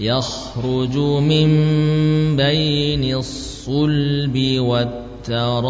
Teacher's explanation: nun diganti suaranya menjadi suara mim. Min jadi mim.